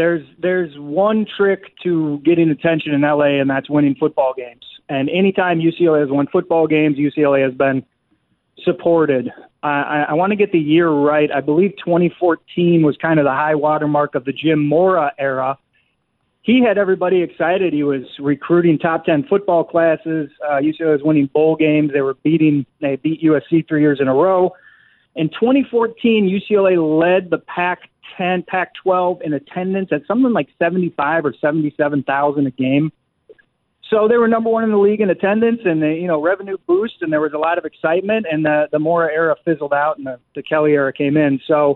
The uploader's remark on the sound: We wrap things up with more of your phone calls.